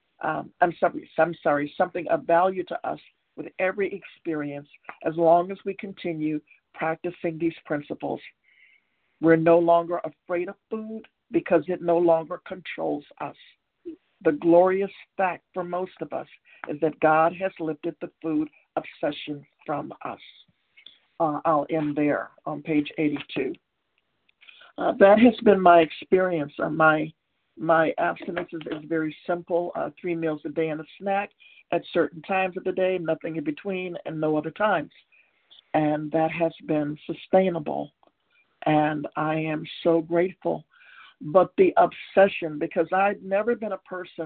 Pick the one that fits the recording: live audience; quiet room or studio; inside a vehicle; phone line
phone line